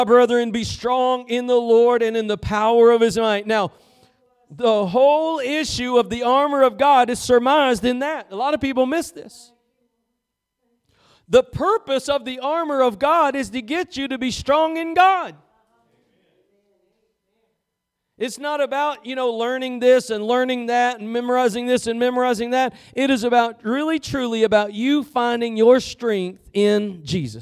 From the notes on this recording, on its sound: Preached at Gospel Lighthouse in Bossier City, La.